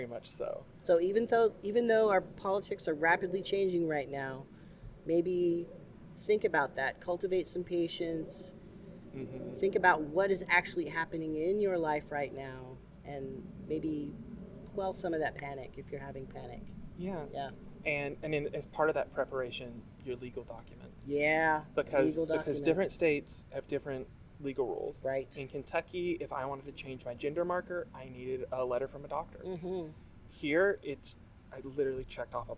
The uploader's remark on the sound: We filmed this interview outdoors, so there is some ambient noise, although I did try using a noise reduction filter.